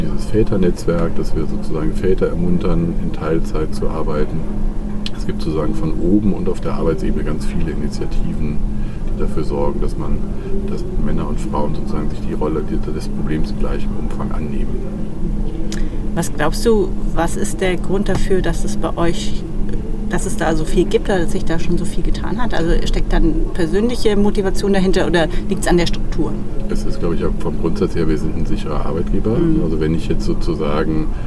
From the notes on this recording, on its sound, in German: Live-Episode von der ZP Europe